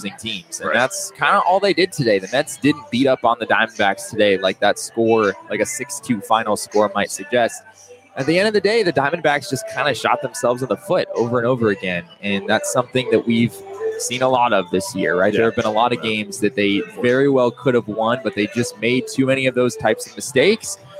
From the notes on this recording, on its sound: together live at the Ainsworth!